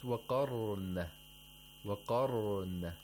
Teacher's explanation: The Ra has Tafkhim. It has to be pronounced with Tafkhim. · before the ra sakina, there is a letter with fatha. So we have to pronounce the ra with tafkhim. Tafkhim or thickness.